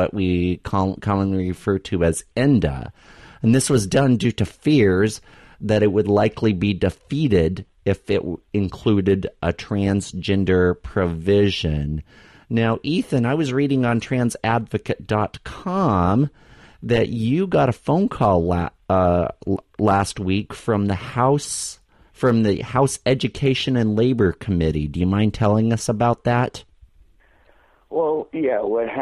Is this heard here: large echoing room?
no